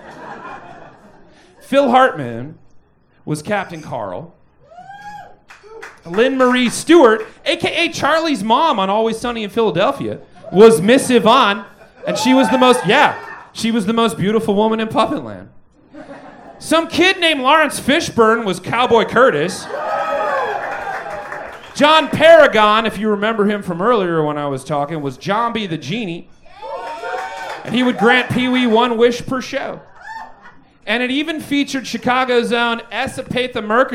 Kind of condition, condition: setting, live audience